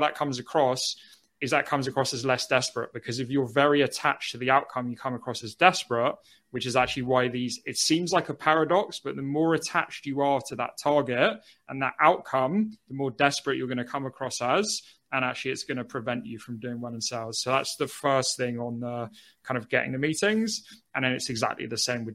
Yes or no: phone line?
no